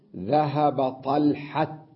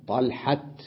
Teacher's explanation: نعم، الشائعة أنه 90% أو 99% من العرب من يلفظها عند الوقف هاء، وواحد بالمئة يلفظها تاء. قال ومن العرب من يجري الوقف مجرى الوصل فيقف عليها تاء ساكنة كأنها مبسوطة